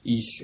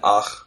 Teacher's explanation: One of them is the voiceless palatal fricative. The other one is the voiceless velar fricative.